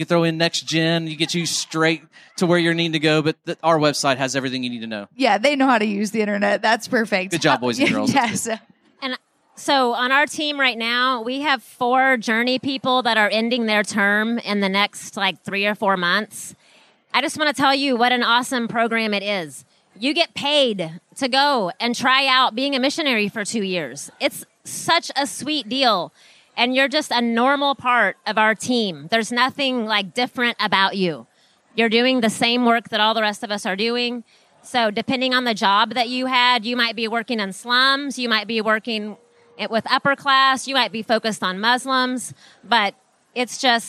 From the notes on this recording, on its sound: Live From Conference: International Mission Board.